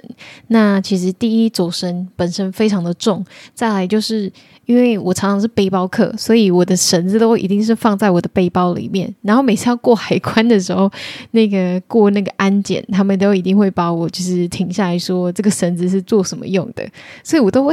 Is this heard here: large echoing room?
no